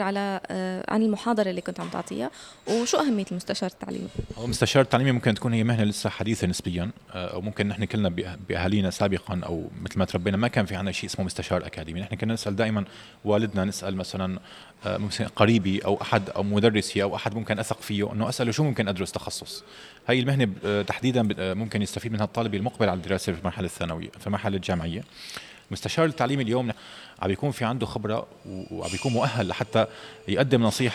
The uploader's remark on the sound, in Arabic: نزور المعرض الخامس للجامعات التركية الخاصة الذي يُقام في اسطنبول، حيث يتواجد مندوبون من تلك الجامعات لتقديم عروض مخفضة للطلاب الأجانب الراغبين بالتسجيل في جامعاتها.